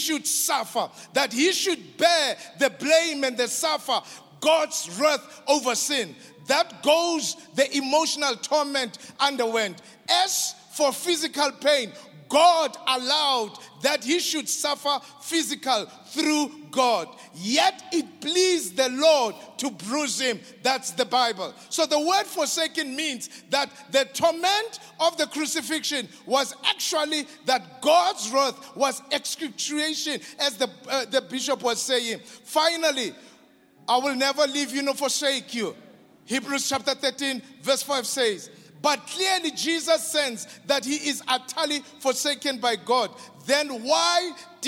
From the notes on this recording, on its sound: preached by our Grace Bible Church Pastors at the Good Friday Celebration 2022, hosted at Grace Bible Church Pimville